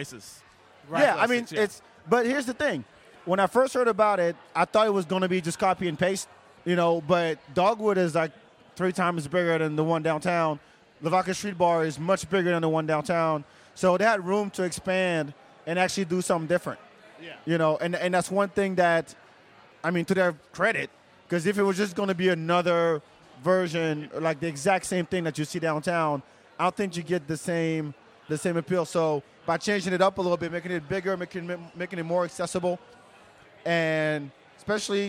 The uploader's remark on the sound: Sunday Funday Live From Lavaca Street Bar at Rock Rose.